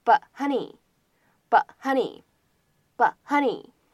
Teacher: 当 but 和 honey 出现在一起呢，有不完全爆破的现象